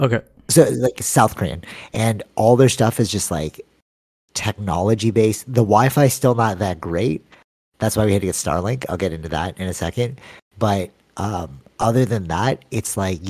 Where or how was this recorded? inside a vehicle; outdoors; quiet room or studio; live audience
quiet room or studio